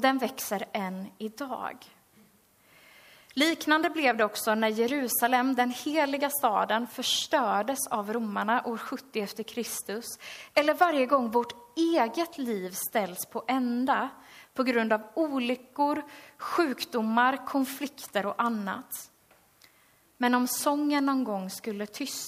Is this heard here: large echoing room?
yes